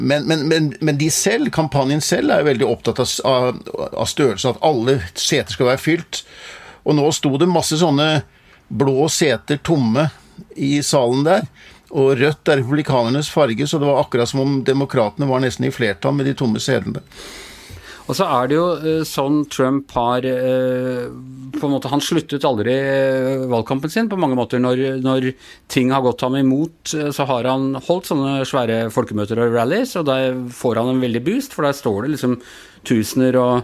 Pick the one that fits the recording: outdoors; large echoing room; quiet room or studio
quiet room or studio